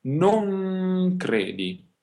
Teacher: E la N, quando è seguita da un'altra consonante, viene pronunciata insieme all'altra consonante, diventa come dire una nuova consonante. Allora la N si pronuncia nel posto, proprio nella posizione dove viene pronunciata la successiva. In questo caso non credi, allora la N non è non, n, non avanti, non cre, n, c, no, ma dietro, dove dici la C, la C, la dici anche la N, non credi.